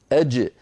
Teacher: الجيم الفصيحة شديدة